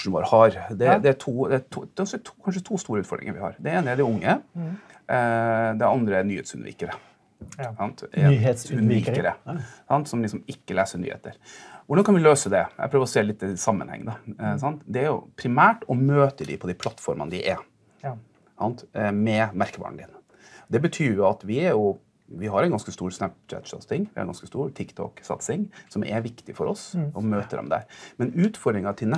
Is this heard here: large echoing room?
no